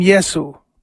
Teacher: He was called by the short form, Yeshu. And there is no sh sound in Greek and Latin, so it became Yesu.